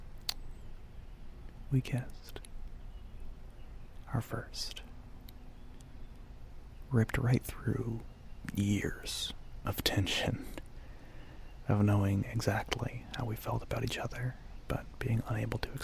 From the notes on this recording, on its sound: Outdoors.